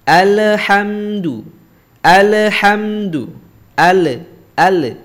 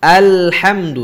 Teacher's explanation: maka kita sempurnakan sifat dari lam itu sendiri ya kita alirkan suaranya · Shown in: second take · Term: sifat bainiyah